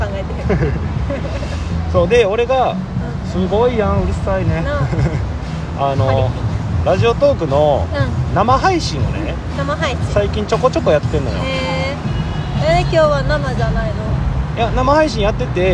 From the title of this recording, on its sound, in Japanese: 野外のため雑音多め